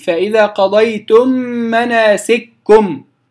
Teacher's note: أدغم الكاف الأولى في الكاف الثانية فصارت كالحرف الواحد أو كالحرف الثاني مشددا · Term: الإدغام الكبير